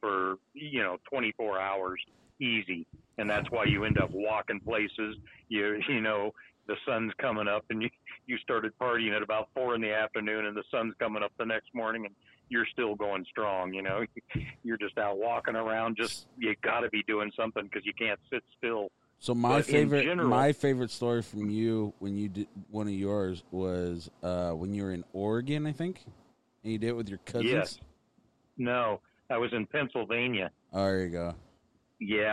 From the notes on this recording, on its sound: We finally get that charger fan on the phone.